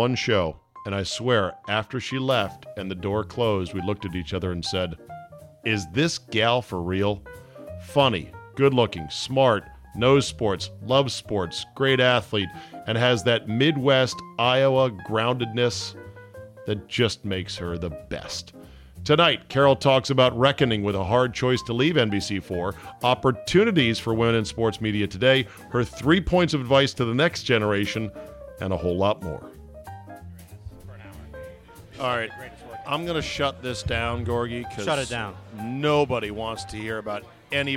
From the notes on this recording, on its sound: Recorded at DC Prime Steakhouse in Ashburn, VA.